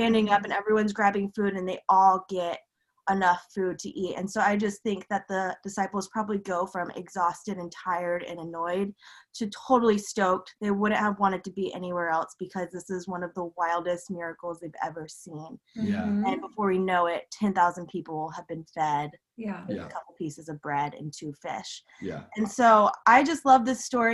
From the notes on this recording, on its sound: Zoom Church.